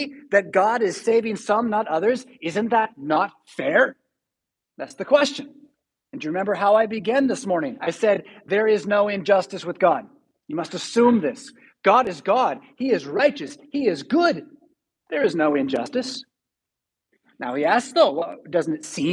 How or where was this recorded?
large echoing room